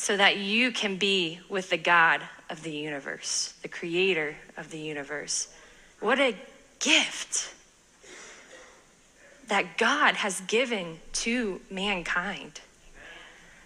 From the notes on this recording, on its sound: sermon from this past Sunday at our church